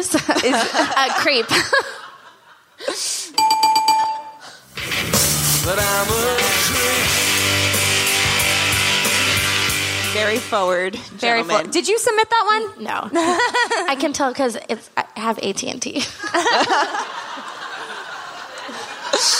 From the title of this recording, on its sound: Live from SXSW